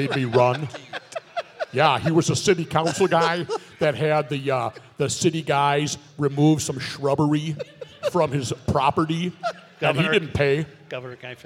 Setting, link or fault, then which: setting, live audience